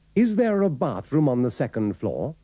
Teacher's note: la R de there se oye porque está seguida por la vocal